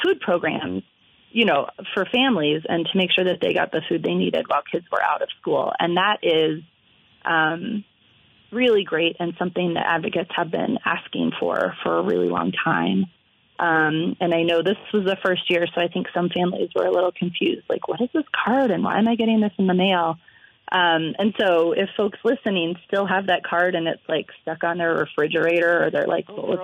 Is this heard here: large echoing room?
no